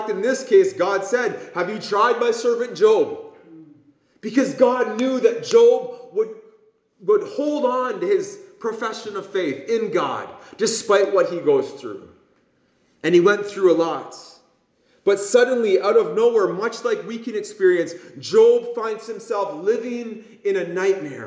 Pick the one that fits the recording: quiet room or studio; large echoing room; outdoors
large echoing room